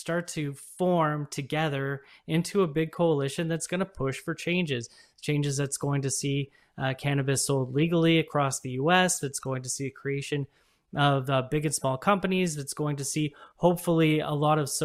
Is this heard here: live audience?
no